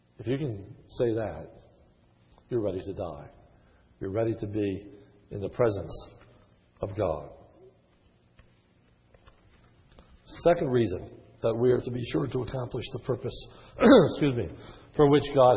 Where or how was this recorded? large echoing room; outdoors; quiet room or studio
large echoing room